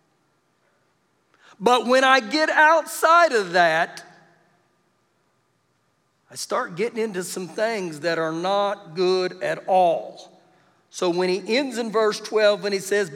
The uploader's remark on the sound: Recorded live during our Wednesday night service.